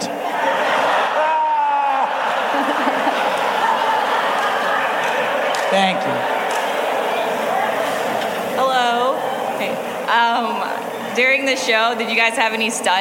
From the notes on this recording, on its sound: Live from Id10tfest.